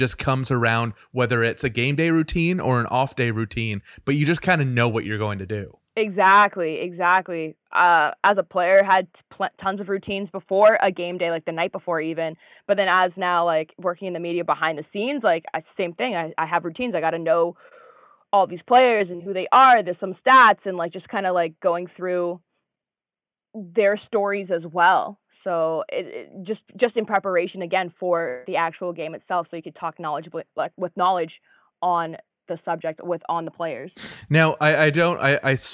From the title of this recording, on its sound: On The Phone